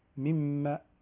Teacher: الميم المشددة فيها الغنة دائما، مما. ثم الملاحظة الثالثة تتعلق بالتنوين قبل حرف الميم.